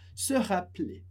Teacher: como tem só um R, a gente pronuncia o E muito rápido